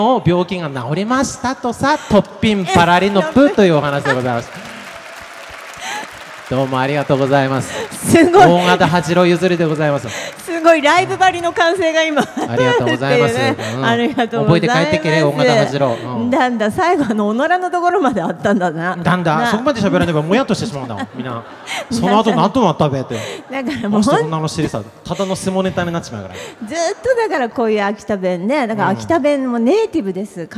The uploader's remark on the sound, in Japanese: 会場ではスタッフを巻き込むハプニング？も…？イオンモール秋田にて行われた公開収録。